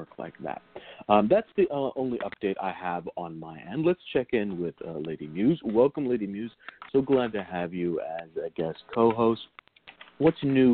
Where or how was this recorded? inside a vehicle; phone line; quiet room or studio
phone line